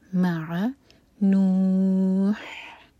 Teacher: اینڈ میں ح کی آواز کلیئر آئے، سینے سے نہیں حلق سے آواز آنی چاہیے. اور یہاں پر ہم ساکن کر کے رکیں گے تو یہ ہے مد عارض للسکون، چار حرکہ کھینچ کر پھر رکیں گے.